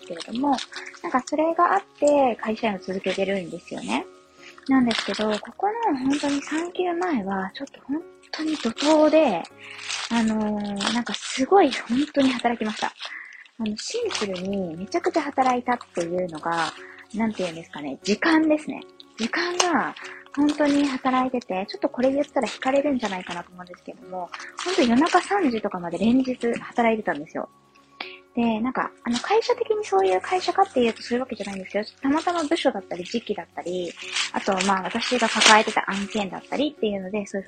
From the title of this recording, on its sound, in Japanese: 雑音入り